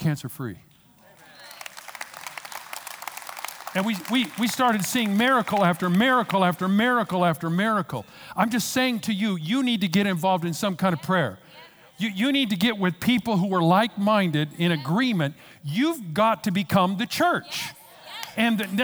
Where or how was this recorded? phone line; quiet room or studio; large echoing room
large echoing room